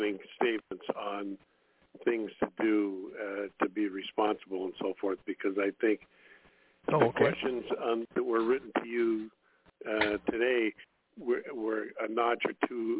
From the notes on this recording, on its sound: TNTSuperfantastic Conference Call